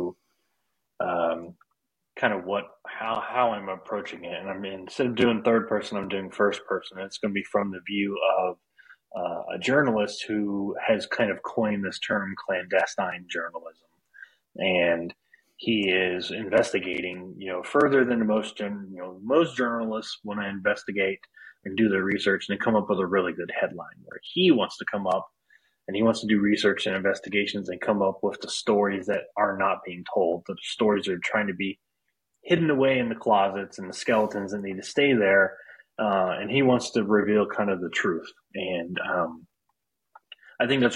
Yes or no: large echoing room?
no